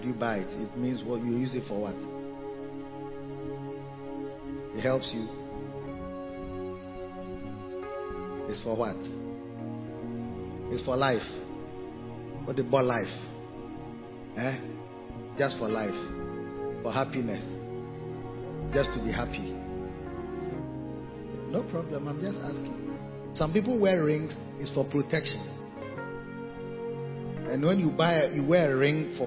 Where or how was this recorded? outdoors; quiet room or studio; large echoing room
large echoing room